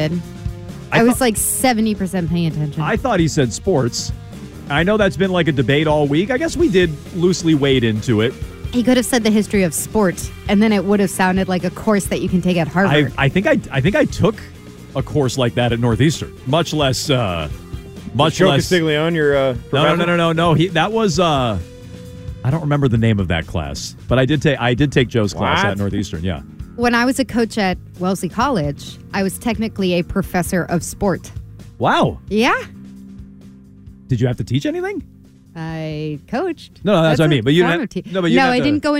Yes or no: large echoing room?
no